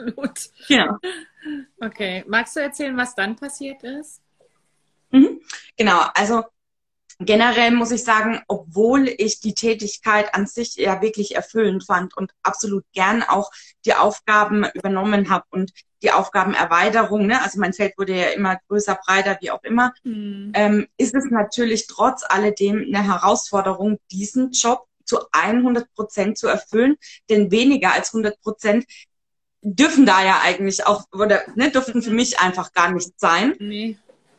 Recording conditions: video call